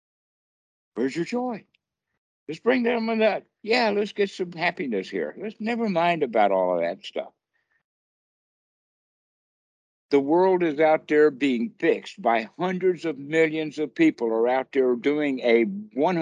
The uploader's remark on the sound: skype calls on this channel